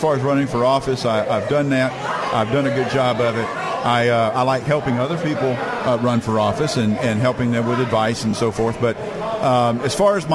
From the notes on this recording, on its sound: Live from Republican Signing Day on February 22, 2022.